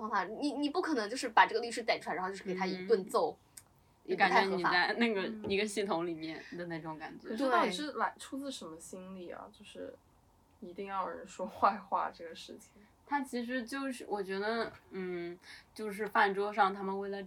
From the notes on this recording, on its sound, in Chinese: 由于开录之前喝了一点酒，本期节目有尖叫、大笑以及录音失误带来的叽里咕噜。中间有尖叫记得调小音量。